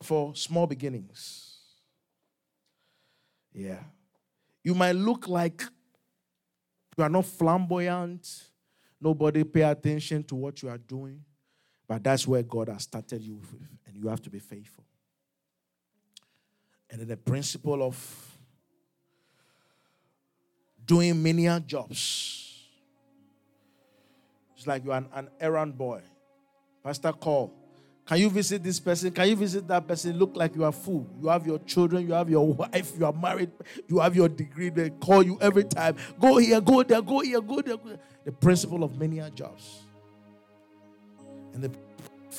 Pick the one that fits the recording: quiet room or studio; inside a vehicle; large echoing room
large echoing room